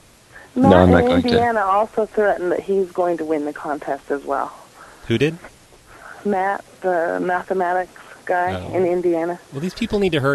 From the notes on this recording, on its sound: RBCP's Personal Prank Phone Calls Collection